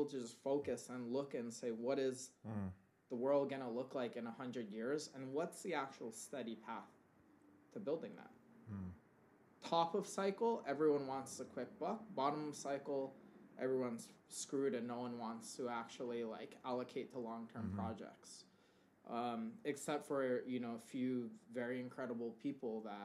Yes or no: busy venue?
no